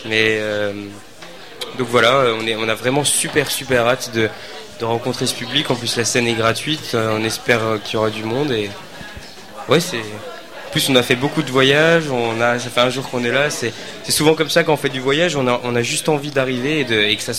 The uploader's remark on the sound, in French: au Festival d'été de Québec, sur les ondes de CKRL 89,1 en direct du bar La Sacrilège